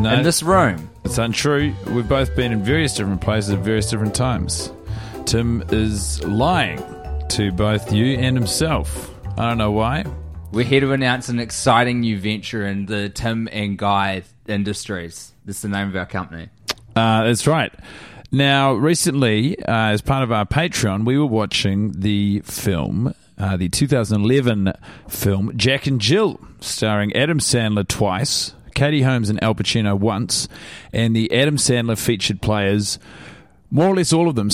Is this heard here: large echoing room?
no